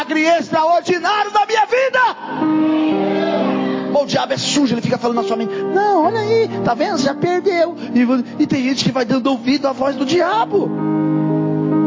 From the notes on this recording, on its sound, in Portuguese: Mensagem gravada em 07/01/2024 - Culto da Família